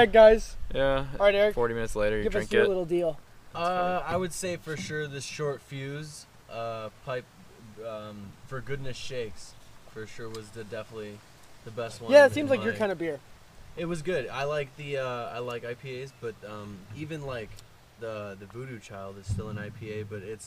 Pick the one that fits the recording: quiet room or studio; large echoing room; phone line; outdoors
outdoors